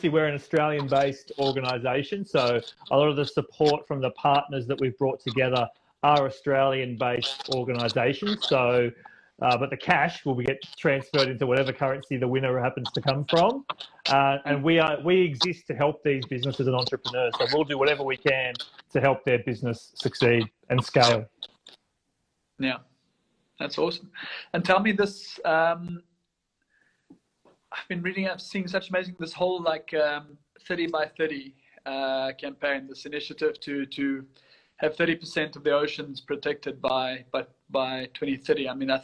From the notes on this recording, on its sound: via Instagram Live